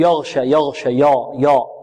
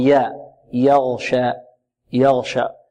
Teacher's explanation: والغين ماذا؟ مفخمة، والياء مرققة · Shown in: second take